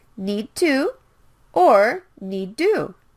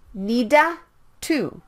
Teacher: can skip one of the D or T sounds. · Shown in: first take